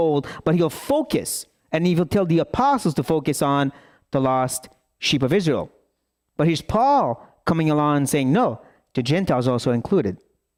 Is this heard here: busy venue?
no